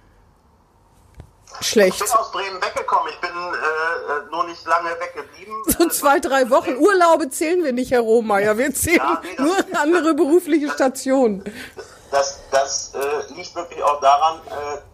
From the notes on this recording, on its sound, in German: "Hinten links im Kaiser Friedrich" findet coronabedingt dieses Mal wieder per Online-Schalte statt. Pandemiebedingt am Telefon.